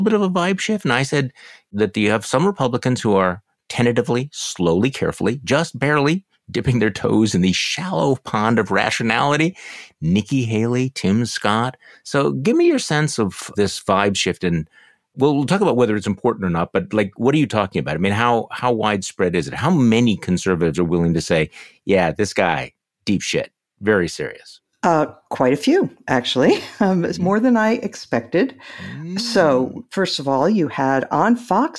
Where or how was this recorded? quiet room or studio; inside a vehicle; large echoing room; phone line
quiet room or studio